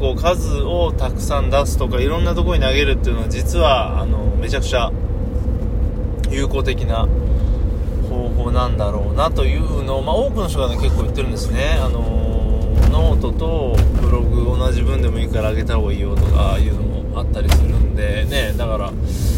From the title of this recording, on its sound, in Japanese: iPadで直録音が良い感じ